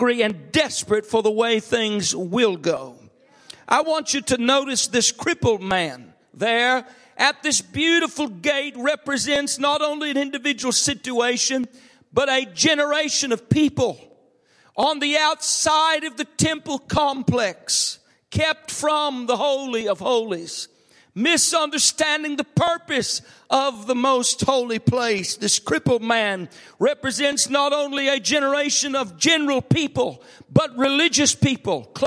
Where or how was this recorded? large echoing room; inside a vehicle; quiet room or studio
large echoing room